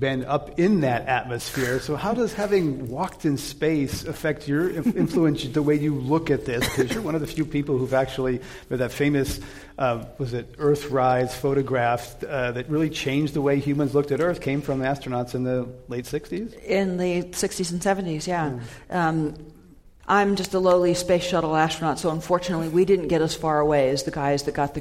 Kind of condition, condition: setting, live audience